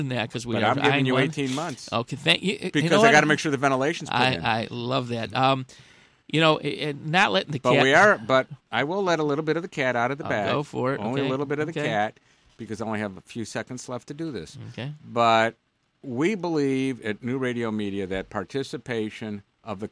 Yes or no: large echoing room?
no